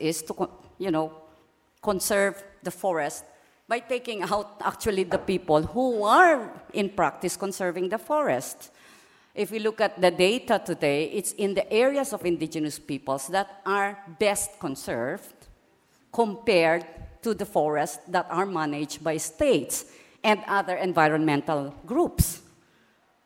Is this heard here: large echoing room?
yes